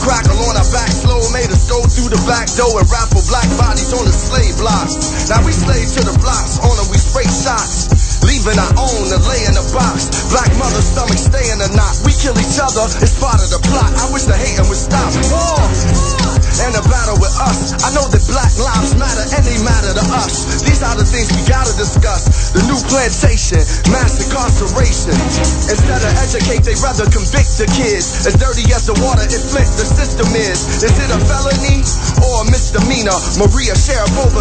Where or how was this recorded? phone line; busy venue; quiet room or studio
busy venue